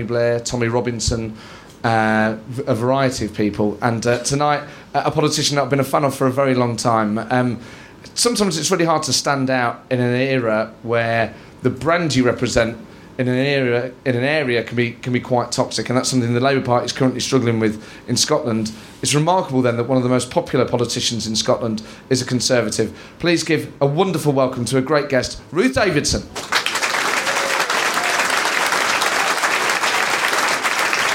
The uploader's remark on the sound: In a show recorded live at the Edinburgh Festival 2015.